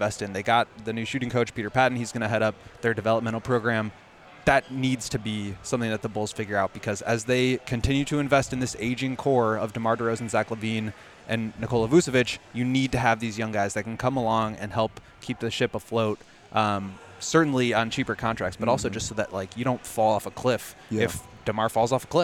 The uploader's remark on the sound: The CHGO Bulls crew are LIVE from Victory Burger & Wings at Circa Resort & Casino for their final Summer League show in Las Vegas!